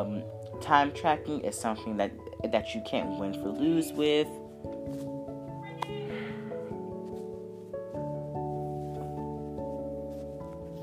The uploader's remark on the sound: Please excuse the unnecessary background noise.